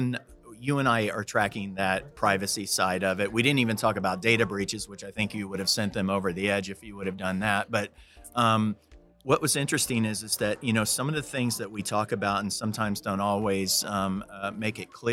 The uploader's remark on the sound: SOCAP Spring Symposium Podcast Booth '23